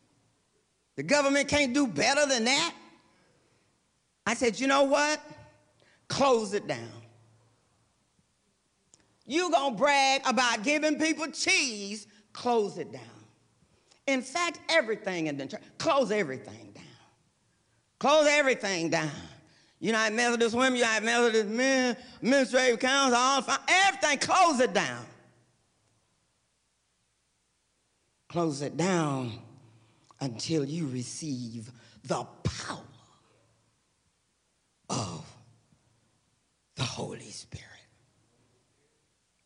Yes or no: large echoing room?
yes